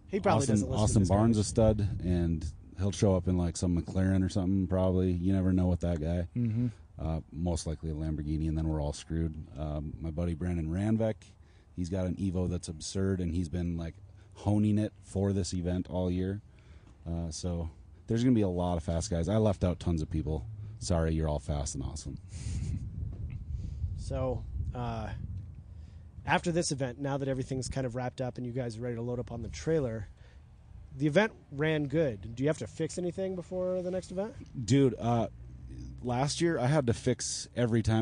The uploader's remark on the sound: At #GRIDLIFE Alpine Horizon Festival.